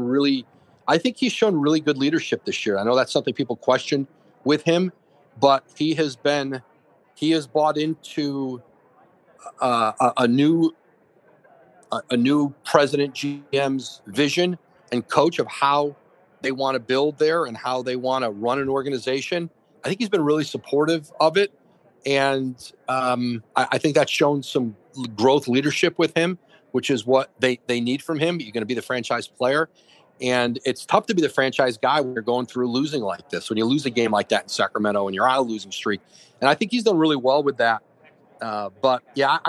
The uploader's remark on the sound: Live from radio row in Miami